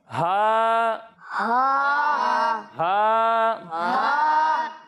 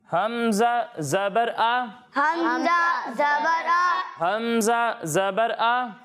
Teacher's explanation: جب ہم ہا اور حمزہ کی ادائیگی کریں گے تو انہیں حلق کے نچلے حصے سے پڑھیں گے۔